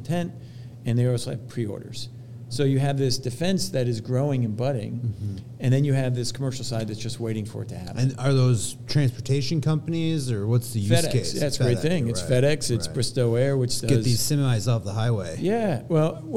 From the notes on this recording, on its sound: Recorded during Fed Supernova 2023.